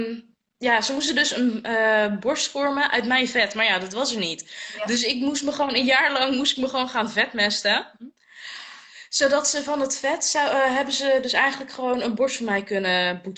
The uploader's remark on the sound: Instagram Live